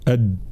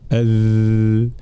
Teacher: ثم الذال هذه بدأ تتميز عن الدال بالرخاوة أي جريان الصوت، الدال شديدة أد بينما الذال رخوة أذ